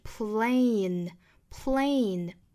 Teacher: There's plain,这个 plain,我们注意双元音 a.那这一周我们都在讲双元音哈，这里面也是要注意 a, a,压低口型，从 a 到 e, a,不要发成了 plain,啊，应该是 plain, plain.